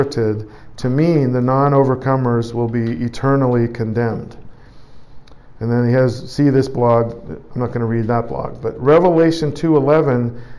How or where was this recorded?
large echoing room